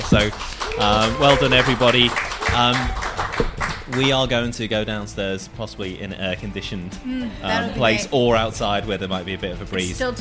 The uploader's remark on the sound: This podcast was recorded at The Prince Alfred, Port Melbourne. This podcast was recorded at The Prince Alfred, Port Melbourne.